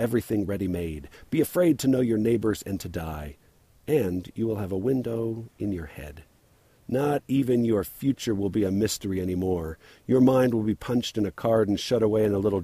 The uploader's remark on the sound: Recorded on a quiet, little used trail while I sat down to eat something and rest a while.